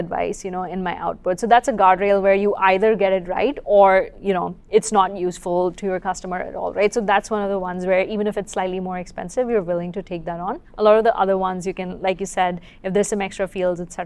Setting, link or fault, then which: setting, busy venue